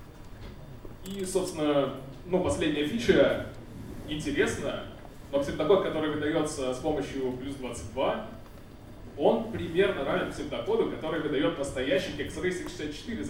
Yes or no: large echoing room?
yes